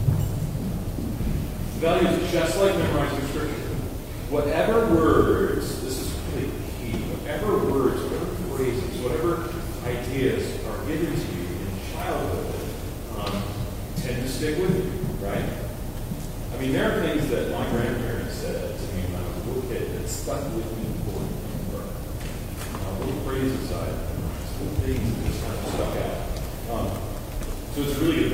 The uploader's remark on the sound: High quality audio begins at 18:06. We apologize for the low audio quality at the beginning of the podcast.